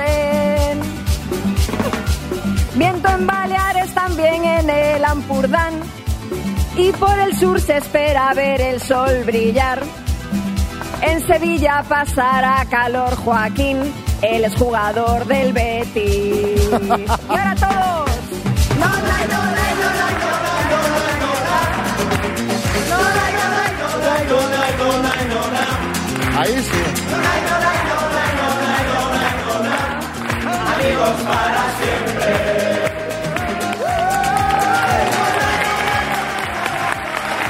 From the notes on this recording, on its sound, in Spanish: Las Mañanas KISS desde BARCELONA. Nos han llevado hasta Barcelona para reencontrarnos con todo nuestro público en directo. La cita a ciegas se ha trasladado hasta las tablas del escenario: en esta ocasión, el Palau de la Música de Barcelona.